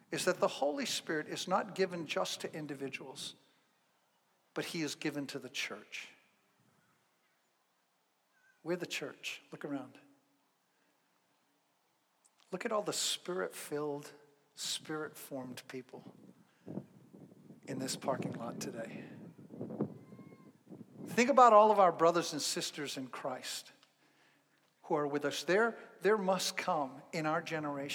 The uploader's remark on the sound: Zion Fellowship in Canandaigua, NY. This episode is the first live sermon he gave after the shut down due to Covid-19 in the parking lot of the church.